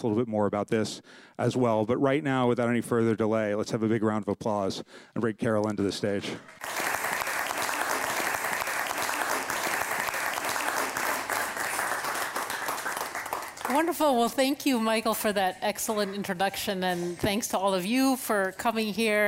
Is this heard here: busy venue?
yes